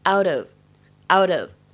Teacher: 末尾的话呢，out of 会有连读的现象 · IPA: [aʊt] [əv]